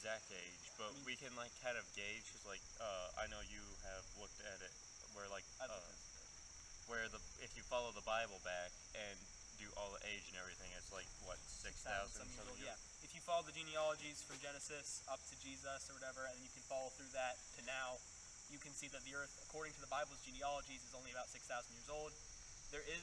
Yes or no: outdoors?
yes